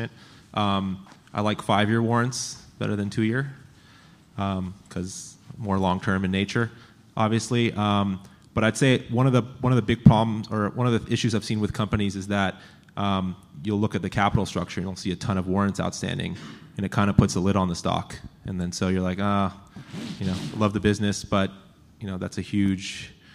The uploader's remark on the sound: the Planet MicroCap Podcast: LIVE panel recording that we did at the Planet MicroCap Showcase 2023 at the Horseshoe Hotel & Casino in Las Vegas